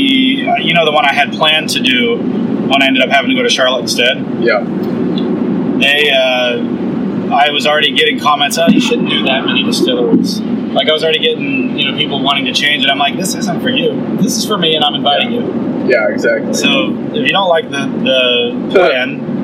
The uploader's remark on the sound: During the ride